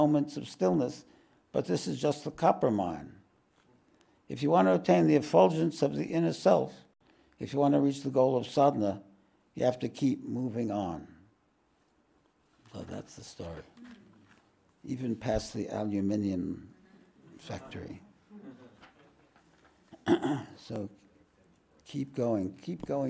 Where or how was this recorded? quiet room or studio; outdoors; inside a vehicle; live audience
live audience